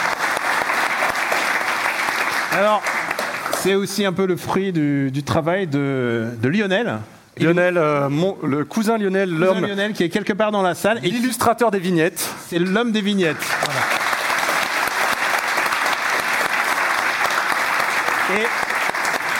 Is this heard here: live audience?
yes